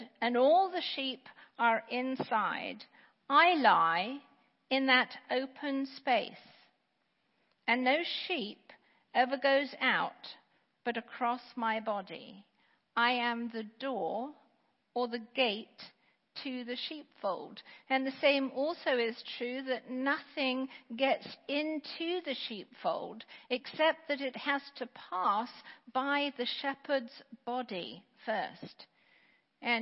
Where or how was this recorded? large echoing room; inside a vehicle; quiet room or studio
large echoing room